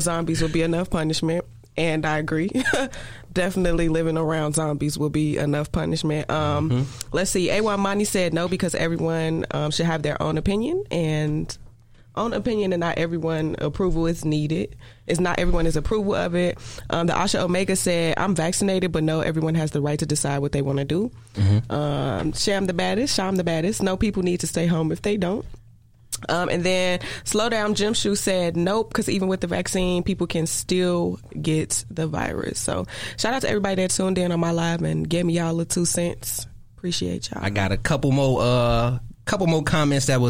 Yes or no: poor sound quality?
no